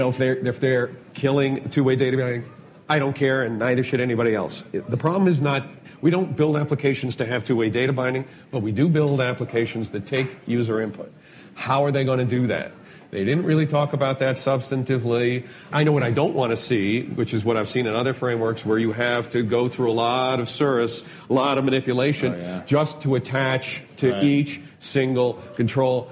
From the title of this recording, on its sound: LIVE! from ng-conf 2015